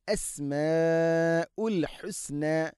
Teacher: അൽ അസ്മാഉ മദ് മുത്തസിലാണ് അവിടെയുള്ളത്, നാലോ അഞ്ചോ ഹർക്കത്തിൻ്റെ ഖദറിൽ നിർബന്ധമായിട്ടും നീട്ടണം.